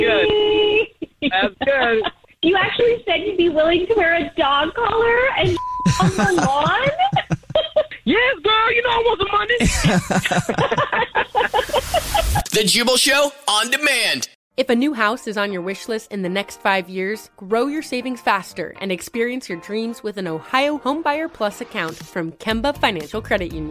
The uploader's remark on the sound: Phone Prank